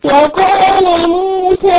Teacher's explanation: زيد المد في الألف في كلمة موسى